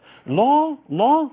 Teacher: يخرج الهواء والصوت من حافتي اللسان وجانب وطرف اللسان . اللسان بينحرف طبعا مع الصوت اللي في مخرج اللام، وطبعا